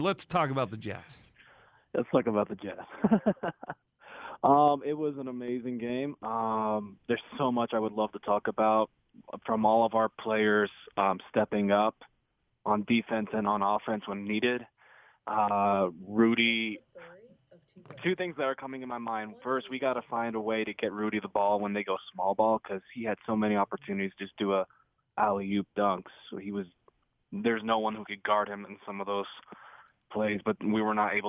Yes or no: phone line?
yes